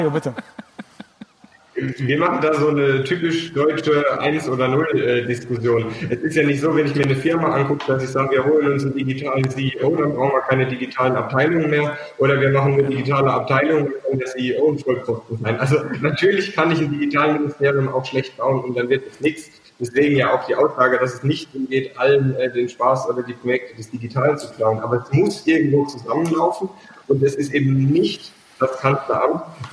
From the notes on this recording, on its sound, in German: Die Audio-Aufnahme ist ein Mitschnitt des Polit-Panels des Data-Summit 2020